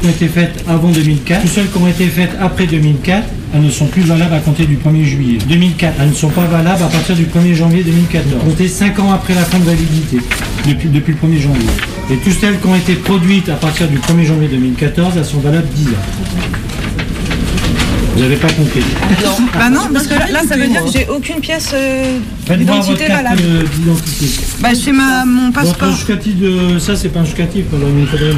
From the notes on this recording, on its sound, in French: avec un envoyé spécial en direct du Maidan